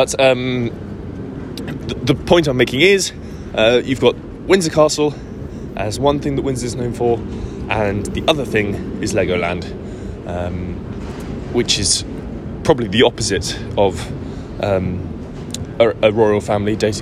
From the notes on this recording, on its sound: Live from the Streets of Soho.